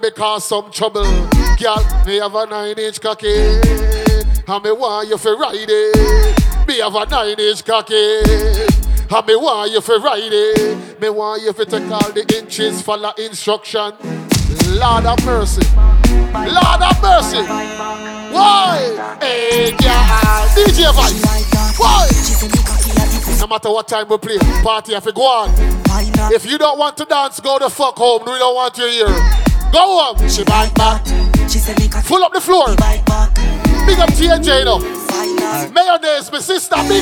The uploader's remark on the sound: Live Set at 3WAY. Scala night club, London Uk.